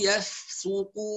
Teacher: طبعا كلمة يفسقون نخلي بالنا من الفاء، والفاء دايما مهموسة، لا نقول يف يف ولا تتحرك، نحافظ على سكونها. طبعا السين المضمومة تتعرض أحيانا للتفخيم، فنسمع يفسقون، سو ليس صو، سو يفسو يفسقون هكذا.